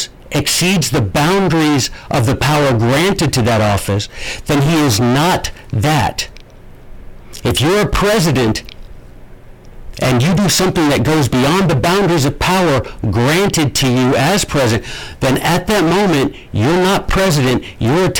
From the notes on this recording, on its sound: I am so sorry about the audio.